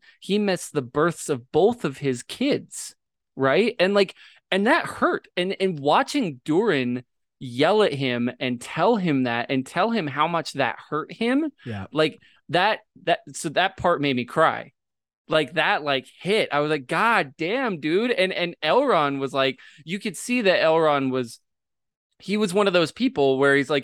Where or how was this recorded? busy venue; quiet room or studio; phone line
quiet room or studio